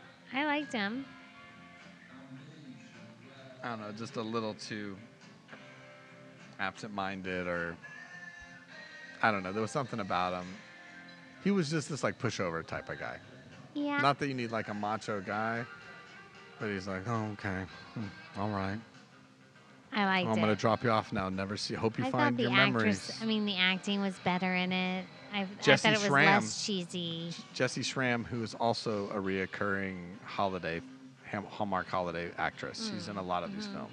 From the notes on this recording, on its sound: This episode was recorded on a warm winter's night in Tampa, Florida at The Pour House.